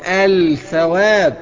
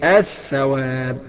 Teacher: بادغام اللام في الثاء، فيصير بنطق ثاء خالصة · Shown in: second take · Term: لام شمسية